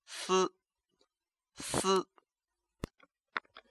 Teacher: 气流在喉头受阻，然后冲破声门而出 · Term: 紧音